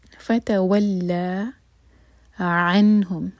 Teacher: لام پر ہے شدہ اور فتح، اس کے بعد ہے الف مقصورہ، تو ہم لا دو حرکہ کھینچیں گے